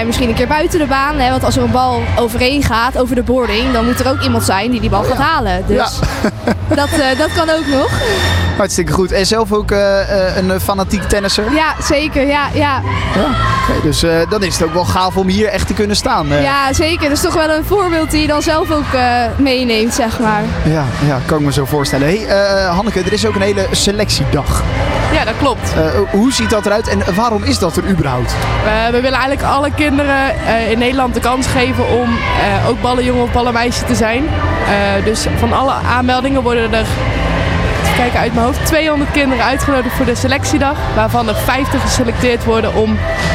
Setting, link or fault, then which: setting, busy venue